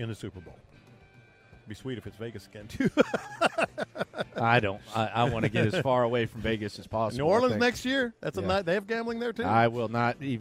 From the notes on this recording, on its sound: Last Day In Las Vegas. Live from Radio Row.